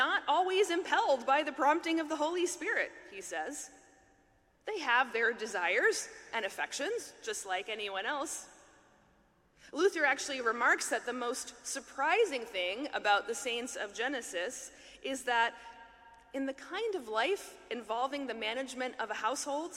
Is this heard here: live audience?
yes